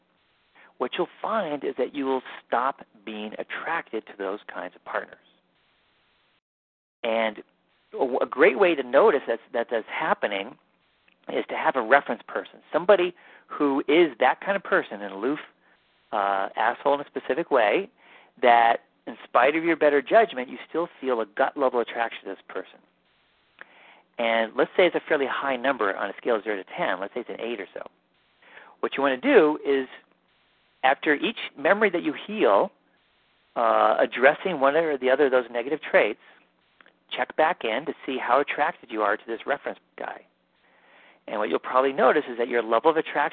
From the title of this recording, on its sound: Live Q&A Calls